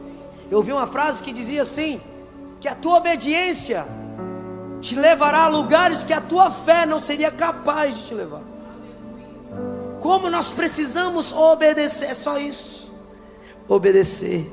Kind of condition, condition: setting, large echoing room